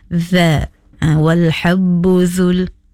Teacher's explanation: Huruf za, hujung lidah keluar sedikit dan menyentuh hujung gigi atas.